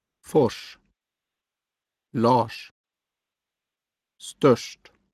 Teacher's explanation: RS is like SH in English rush, but with lip rounding.